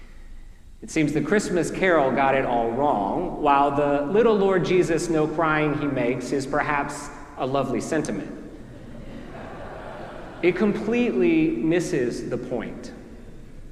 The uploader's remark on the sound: preached at our celebration of the Holy Eucharist on the Feast of the Holy Name.